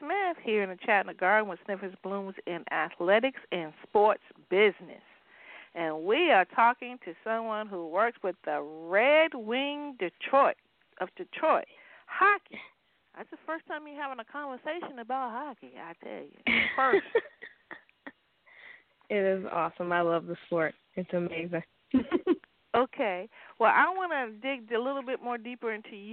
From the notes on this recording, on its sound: A Chat in the Garden.